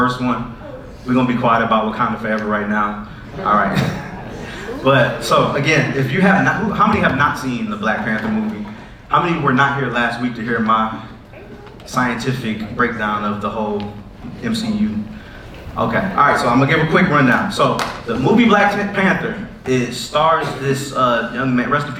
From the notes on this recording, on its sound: Sorry for the audio issues on this one!